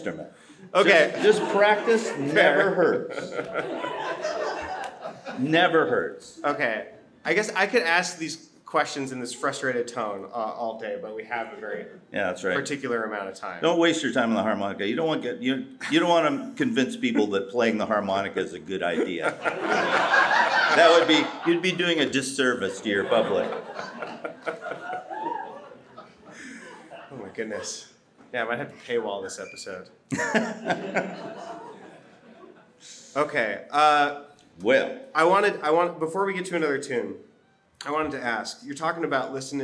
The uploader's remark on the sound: We recorded this last weekend at the Old Growth Old Time Festival in Seattle, WA.